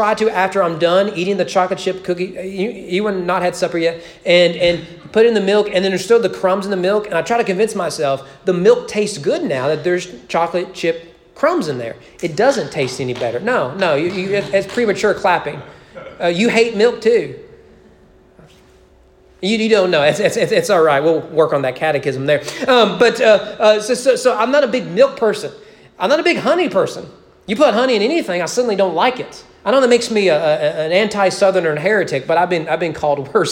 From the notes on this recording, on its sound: Sermon preached at East Frankfort Baptist Church on November 15, 2020 during evening worship.